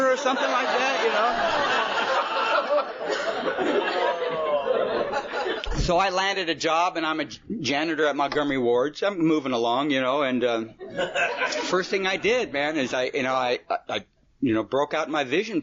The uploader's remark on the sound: The folks attending are very enthusiastic about him being there, however its an unknown meeting.